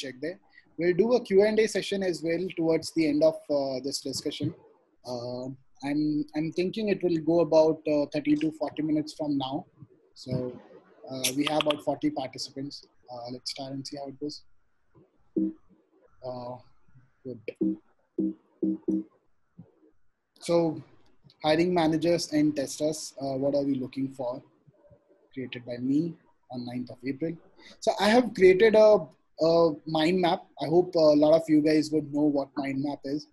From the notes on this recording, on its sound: this audio segment from the webinar